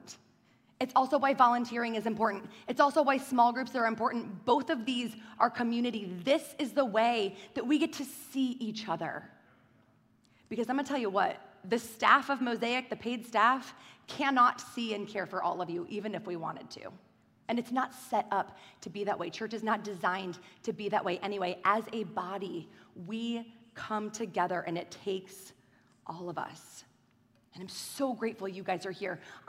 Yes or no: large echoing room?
yes